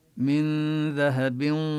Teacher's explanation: ذال نلفظها من مخرجها من الحروف اللثوية، وندغم التنوين الذي على الباء، ذهب ويدغم بالواو إدغاما بغنة، هو إدغام ناقص لأن الغنة بقيت للنون المدغمة.